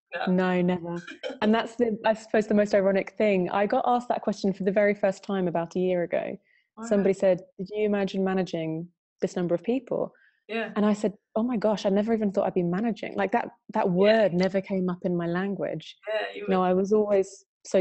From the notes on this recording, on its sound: originally a recorded webinar